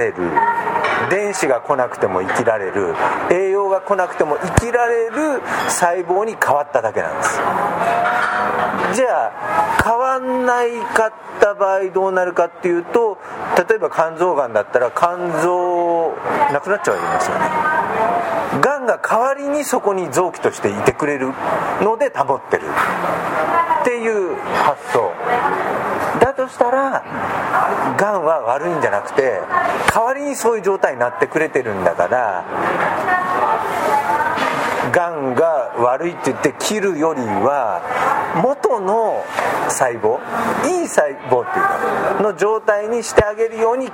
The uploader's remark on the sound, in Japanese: カルビ屋大福 柏の葉店にて収録。カルビ屋大福 柏の葉店にて収録。